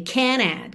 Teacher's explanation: esse can't não vai estar aí tão perceptível como negativa, porque a ligação vai ser no N.